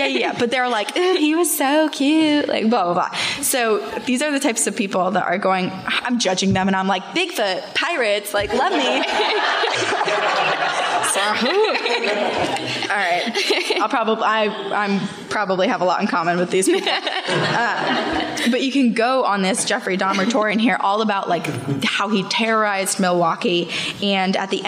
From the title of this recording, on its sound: Live from New York